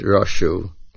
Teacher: The word roshu is milra on the last syllable. The chidush in this is that even though it is an ayin vav verb, and we know ayin vav verbs, the main accent is at the beginning, like komu and shavu.